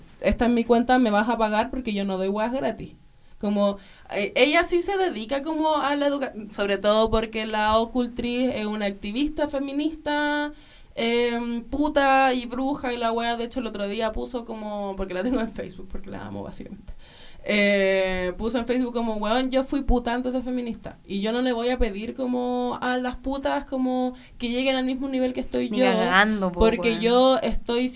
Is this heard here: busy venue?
no